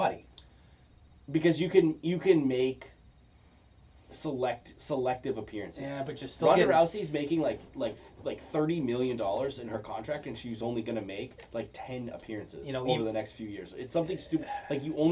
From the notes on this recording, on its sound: Took their talents to twitch.tv/thesyndicatenetwork for this episode. The sound quality was effected by some technical difficulties.